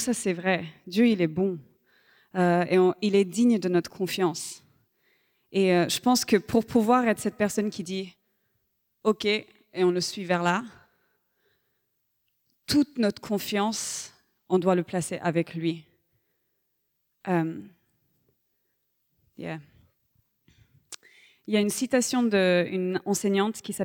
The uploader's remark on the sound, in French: Enregistré à l'église CVV, le 10/12/2023